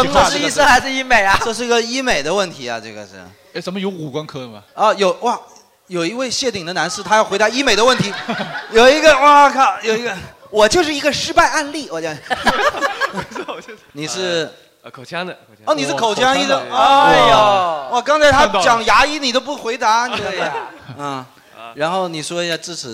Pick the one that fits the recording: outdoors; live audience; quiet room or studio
live audience